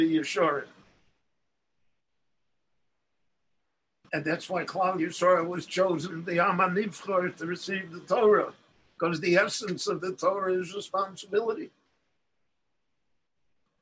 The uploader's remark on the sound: The following lecture was delivered LIVE in Jerusalem via Zoom on December 31, 2020.